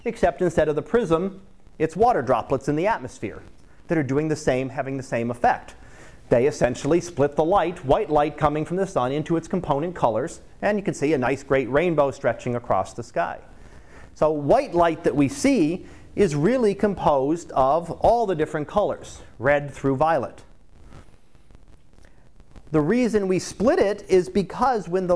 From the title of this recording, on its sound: Live Class Lecture